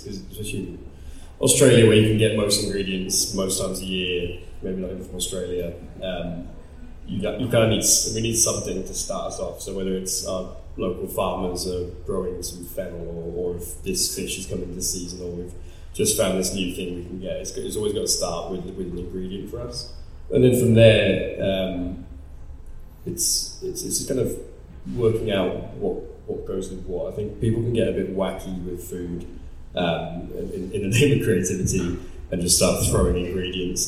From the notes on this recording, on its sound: Wollongong Writer’s Festival. Sat down for a live podcast at The Wollongong Writer's Festival.